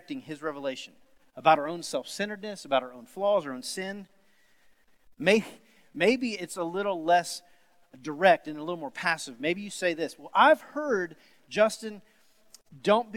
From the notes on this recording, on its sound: Sermon series at The Fellowship in Nashville. Recorded live on August 23, 2020.